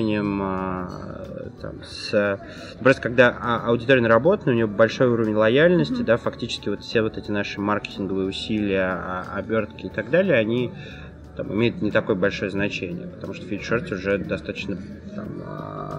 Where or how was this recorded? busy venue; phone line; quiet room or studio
busy venue